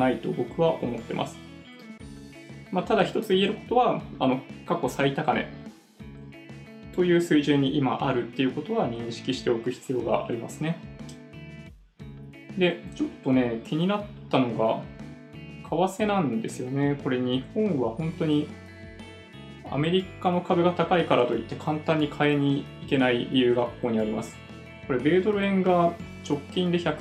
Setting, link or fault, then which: fault, phone or laptop microphone